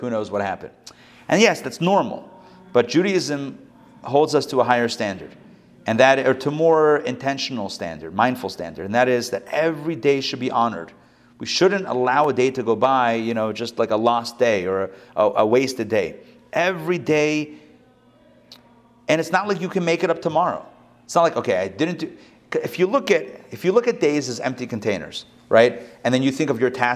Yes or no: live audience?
yes